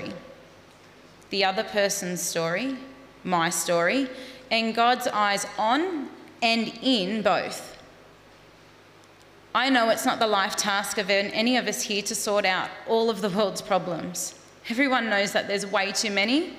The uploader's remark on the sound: Live Studio Audience